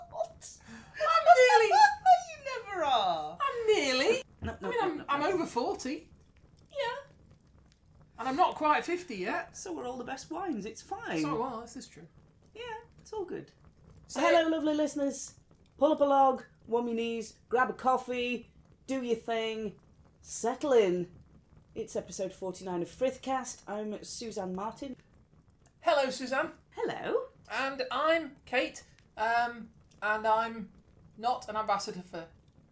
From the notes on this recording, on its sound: Background fire ambience.